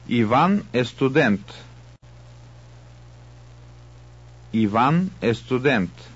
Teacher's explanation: These three sentences are affirmative statements. Did you notice how the intonation drops at the end of each one of them? This is the accepted and normal intonational pattern of a declarative sentence.